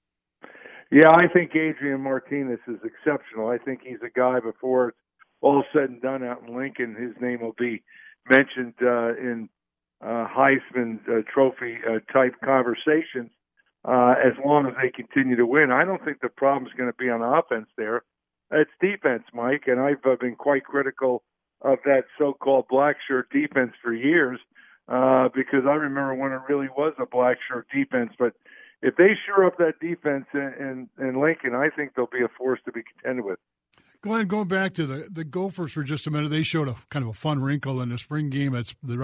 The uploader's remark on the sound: Take phone calls and talk news around sports.